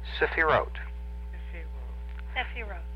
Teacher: It's a three-syllable word, and the accent is on the last syllable.